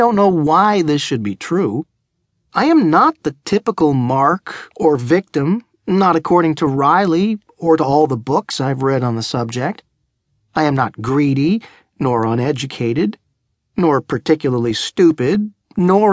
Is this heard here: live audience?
no